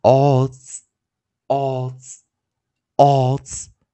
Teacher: 因为它前方是元音 o 的音啊，所以 s 要念浊化